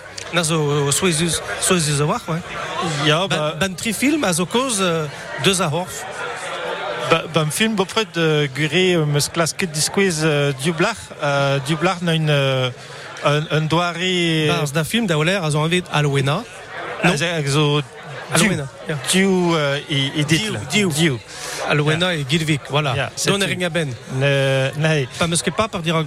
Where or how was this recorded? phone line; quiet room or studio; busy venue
busy venue